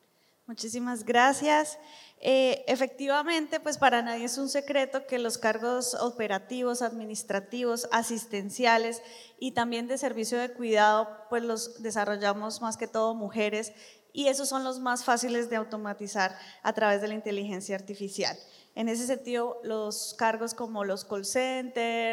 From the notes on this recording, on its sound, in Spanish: Este es un episodio grabado en vivo durante ANDICOM 2023 del panel "Sesgos de género en la era de la Inteligencia Artificial".